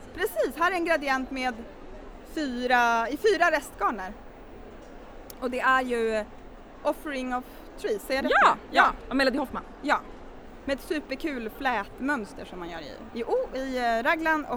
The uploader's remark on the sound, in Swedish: Live på Stockholmsmässan. Tre mammor och en välstämd ukulele tog ton på Sy- och hantverksfestivalen i Stockholm.